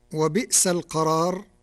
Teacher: قرأ ورش كلمة وبئس بإبدال الهمزة الساكنة ياء لكسر قبلها، وهكذا ما كان من نظائره في القرآن الكريم.